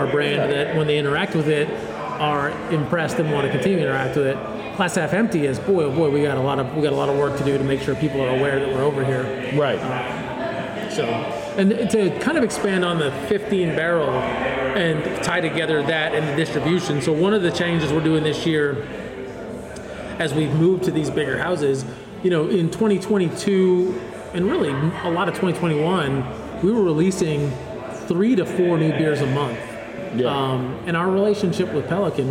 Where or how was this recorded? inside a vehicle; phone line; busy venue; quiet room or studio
busy venue